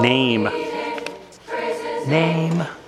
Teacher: it's coming out almost nim, where we're not really getting the vowel of name